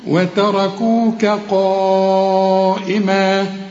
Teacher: الراء في هذه الكلمة مفخمة فطغت على كل الحروف